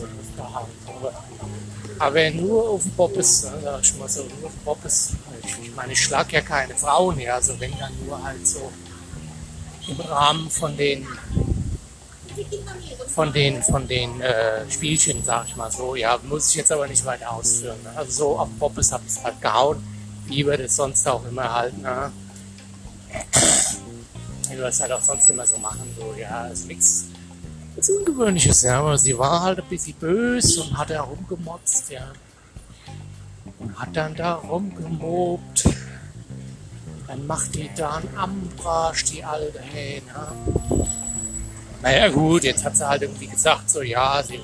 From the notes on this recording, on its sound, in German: Heute wieder live vom Ballermann in Budapest am Vierwaldstätter See.